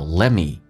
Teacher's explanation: Let the T 可以去掉，略音 Let the T 也不发音